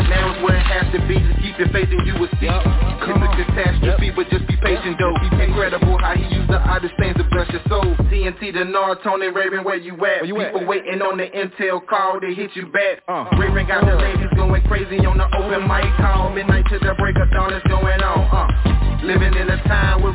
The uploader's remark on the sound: TNTSuperfantastic Conference Call - Wednesday, June 16, 2021